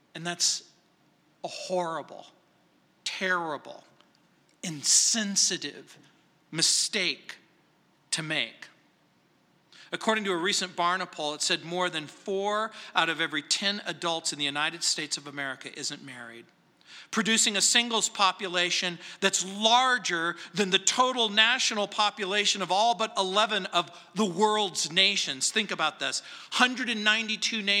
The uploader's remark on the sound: at Calvary South Denver in Littleton CO